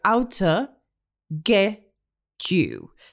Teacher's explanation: he drops the first T in out. So we hear ow and the schwa sound of the O in two.